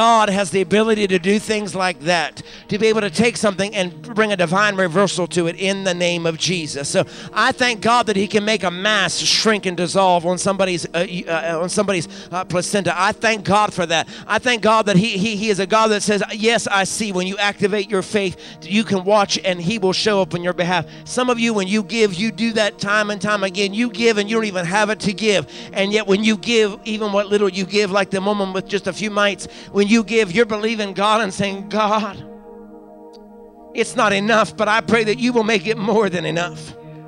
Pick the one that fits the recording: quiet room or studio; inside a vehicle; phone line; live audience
live audience